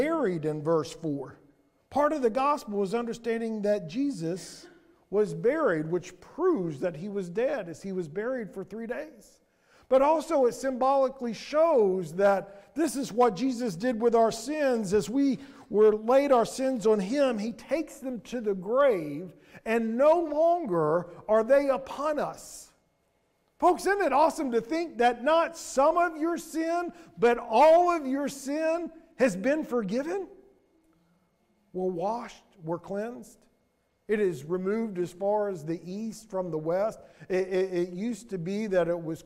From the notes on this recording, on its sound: Sermon audio from Mission Church in Locust, NC.